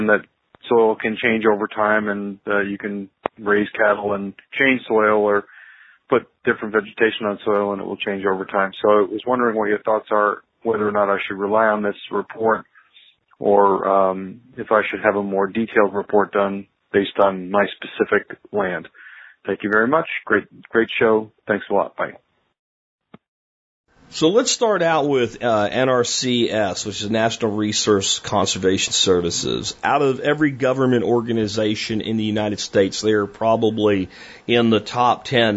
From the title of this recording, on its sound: Listener Calls